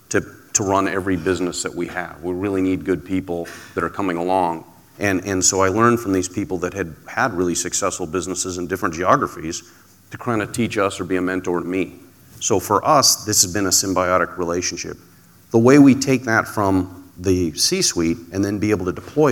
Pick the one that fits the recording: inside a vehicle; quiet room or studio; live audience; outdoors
live audience